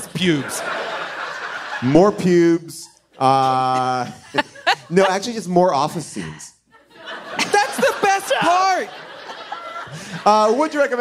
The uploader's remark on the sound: LIVE from Largo